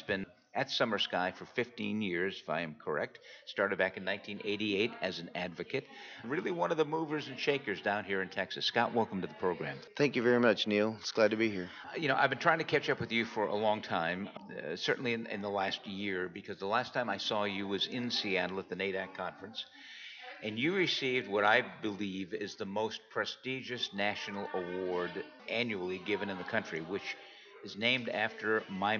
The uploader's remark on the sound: at the 2015 TAAP State Conference on Addiction Studies in San Antonio, TX